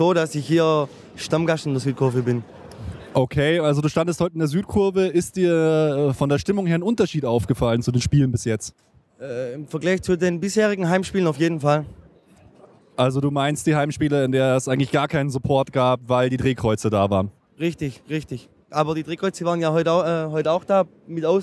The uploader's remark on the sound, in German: Wir waren live in der Südkurve und haben uns die Sache mal direkt angeschaut und zahlreiche Interviews mit Fans und Ultras geführt, um die Sache mal genauer zu beleuchten. Sowohl vor dem Spiel, als auch danach sowie mitten in der Kurve haben wir für euch aufgenommen. Mit viel Singen, Klatschen, Springen und absolut ohne Aufnahme von Nährstoffen.